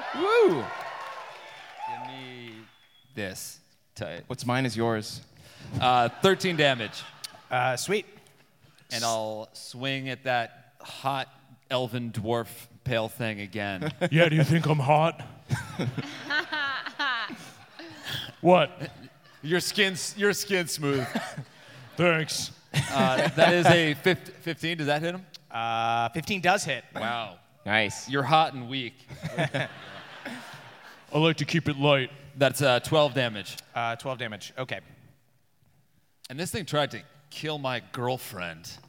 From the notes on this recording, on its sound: NADDPOD Live in Boston